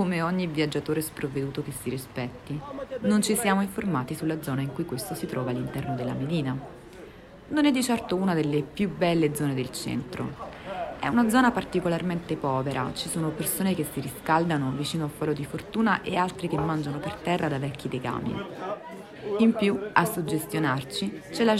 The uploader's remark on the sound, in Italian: oltre alla mia voce potrai ascoltare anche i rumori di Marrakech, estrapolati da alcuni video girati durante il nostro viaggio